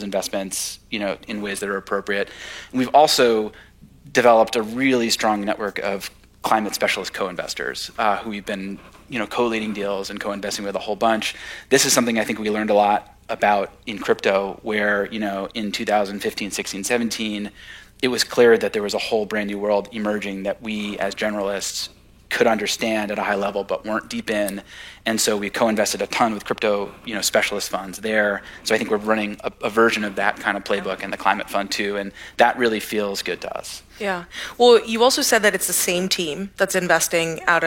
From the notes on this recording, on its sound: Recorded March 1, 2023 at the Upfront Summit.